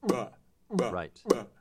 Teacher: the ingressive plosion is happening at the lips, so I'd have to go bah.